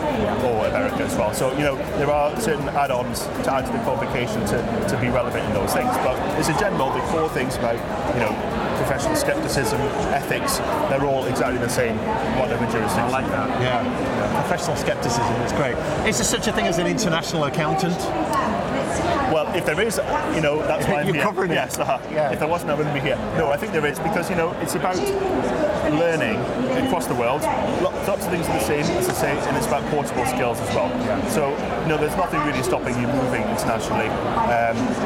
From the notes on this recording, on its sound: Live from Europe's Biggest Event Accountex. We're going to run a series of live interviews conducted at Accountex 2022 which took place in London recently. Enjoy the live buzz of the event!